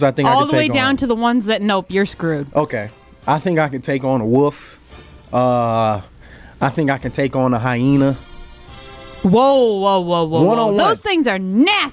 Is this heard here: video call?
no